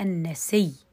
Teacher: حقول النسي النسي إذا النسي سكون ثم ماذا أفعل؟ أبدلت أنا ثم أدغم الياء في الياء الموجودة في الكلمة نفسها فتصبح النسي ولاحظوا التشديد فيها